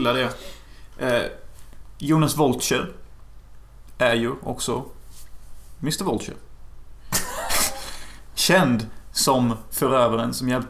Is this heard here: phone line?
no